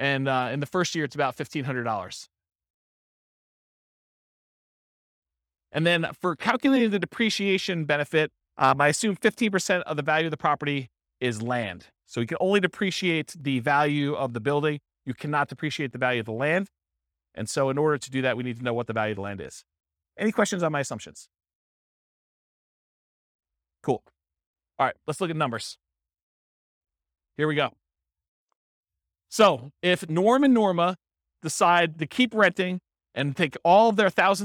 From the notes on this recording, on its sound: This was a live class recorded